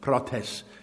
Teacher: And I'm not even going to try to pronounce it in Greek, but it's spelled P-R-A-U-T-E-S, prautes. The emphasis on the last syllable.